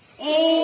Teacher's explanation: نون حرف غنة مشدد بالفتح حركتين